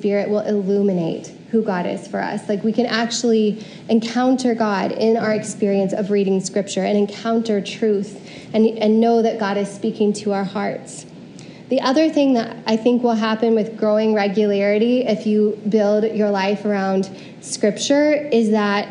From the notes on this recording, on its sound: Preached at CityChurch in downtown Iowa City on January 30, 2022.